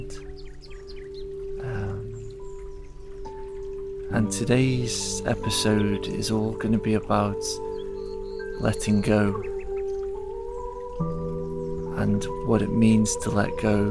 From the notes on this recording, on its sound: It's recorded in the forest, so you will hear the sounds of nature. The soundtrack contains sound healing.